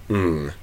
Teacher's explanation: I really feel like I'm closing off right to the edge of my hard palate, right towards the front of my velum, not further back. There's probably variability in that in the stream of speech, though.